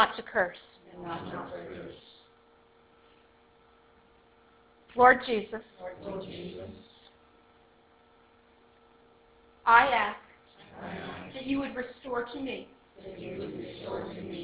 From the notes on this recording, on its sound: This is the recording from the live training session of Gentle Care Prayer Ministry Advanced Building Training, held on June 4, 2016, at Centre of Hope Victory Church in Kincardine, Ontario.